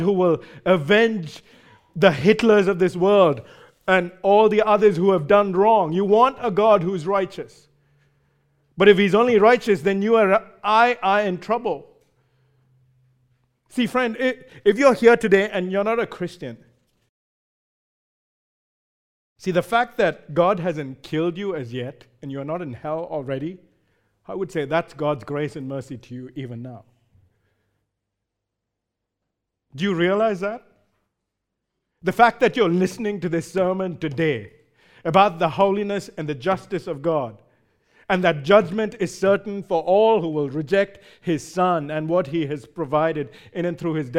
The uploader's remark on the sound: Recorded live at Grace Community Bible Church.